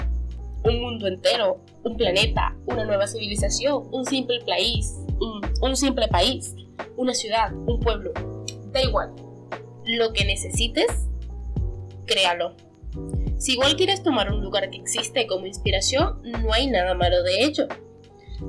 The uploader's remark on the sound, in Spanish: Prometo que a futuro traeré mejor calidad, tanto en audio como en guion